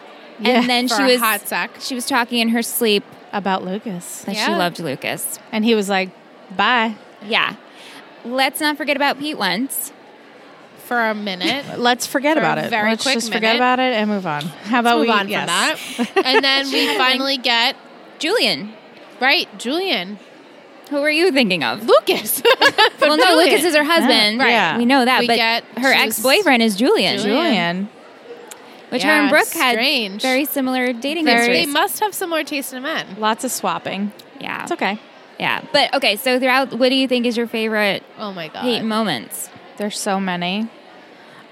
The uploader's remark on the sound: Recorded LIVE from TRIC.